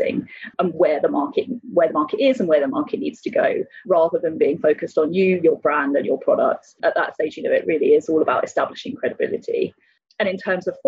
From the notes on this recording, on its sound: joined over Zoom